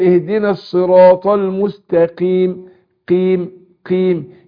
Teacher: قاف مكسوره هتاخد ادنى درجات التفخيم